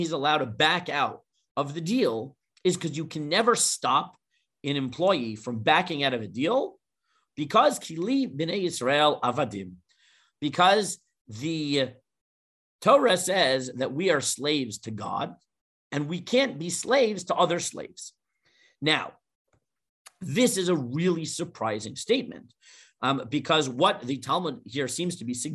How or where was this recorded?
video call